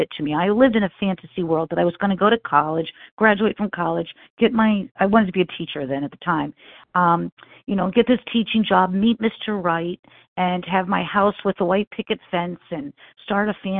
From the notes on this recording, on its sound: 100 Pounders Phone Meeting